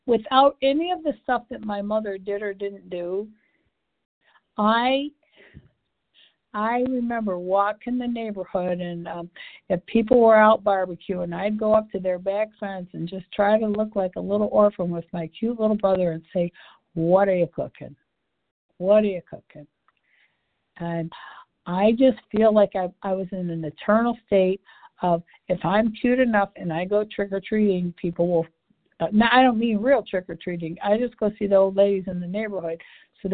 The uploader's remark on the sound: 100 Pounders Phone Meeting